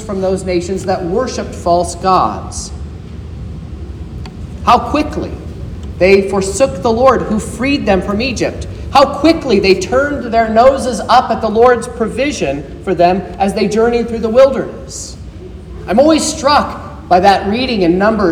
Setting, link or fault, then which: setting, large echoing room